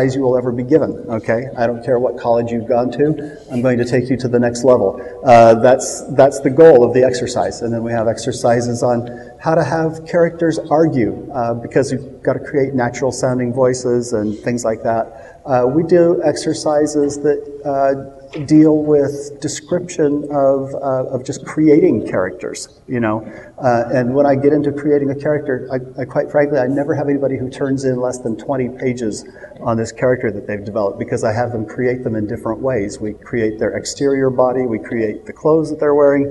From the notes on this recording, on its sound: along with a live audience at Westercon 67